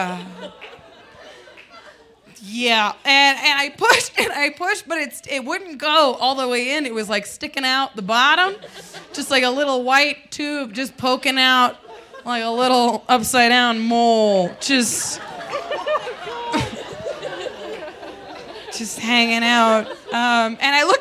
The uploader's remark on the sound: A true storytelling show where folks share their greatest shames. Recorded live on 20 June 2018 at Buntport Theater in Denver, Colorado.